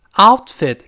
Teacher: 中间那个 out，那个 t，失去爆破，因为它碰到了另外一个辅音了